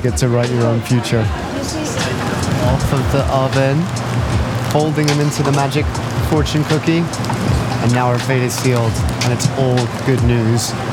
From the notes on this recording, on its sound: San Francisco Cable Car Crawl. With the wind in your hair, the bells ringing and track rattling. Join us for a whirlwind journey, recorded on location, celebrating 150 years and counting of San Francisco’s cable cars. We’ll find a hidden music studio above a gift shop in Chinatown, and listen to a performance of a GuZheng, a more than 2,000-year-old traditional Chinese instrument.